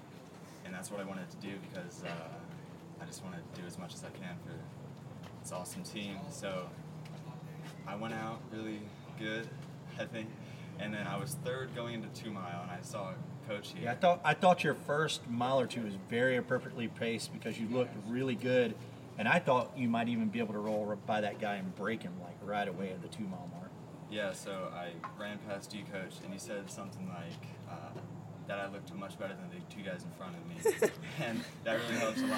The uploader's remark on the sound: Live at Fowler Park. This episode is LIVE and will have background noise.